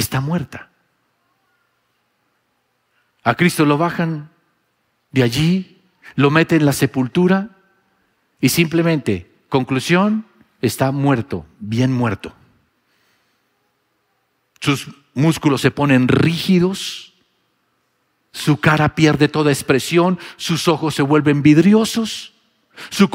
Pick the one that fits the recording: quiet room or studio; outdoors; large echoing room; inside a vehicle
large echoing room